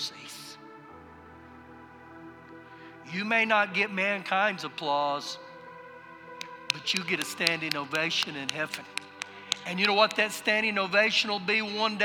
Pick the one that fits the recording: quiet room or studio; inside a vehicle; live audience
live audience